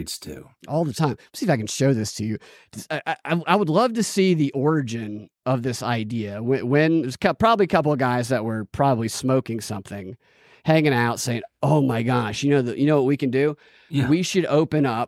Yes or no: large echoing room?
no